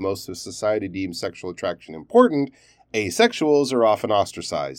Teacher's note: the way the sentence flowed with that rising tone at the beginning and then a falling tone in the second half after that comma